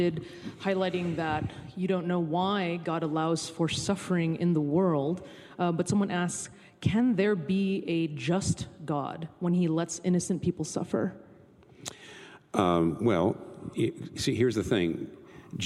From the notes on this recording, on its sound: This Q&A session was recorded before a live audience on March 14, 2019 in New York City.